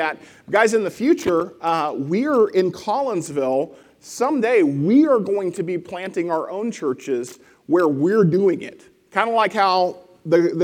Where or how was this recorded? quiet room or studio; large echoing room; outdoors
large echoing room